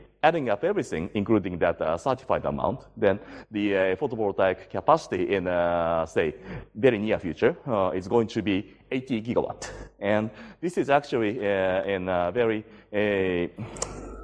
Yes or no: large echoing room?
yes